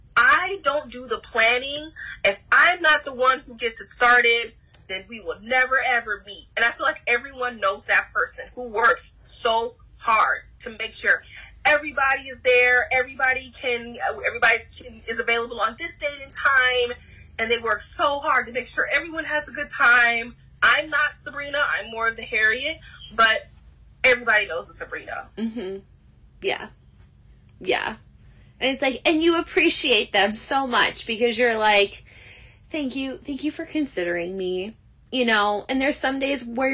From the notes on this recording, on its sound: Apologies for the sound; I was having issues.